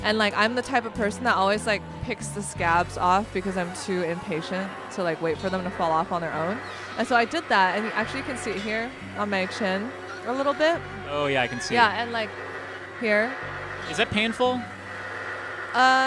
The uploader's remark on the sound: Live from INTERNET YAMI-ICHI